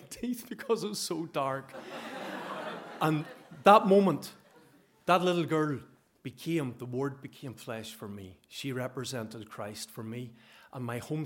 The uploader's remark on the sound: Three personal true stories recorded at our monthly open mic storytelling night here in Dublin.